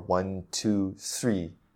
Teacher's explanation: You're not making that TH sound. You're getting an S sound that's coming out a bit more